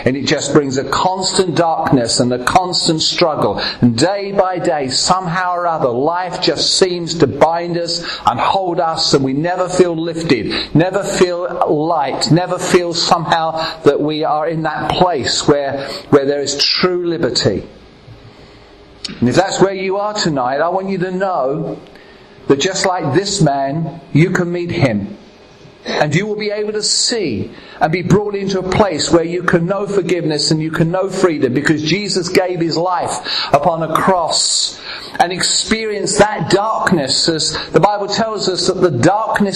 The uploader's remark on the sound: at Ashingdon Elim Pentecostal Church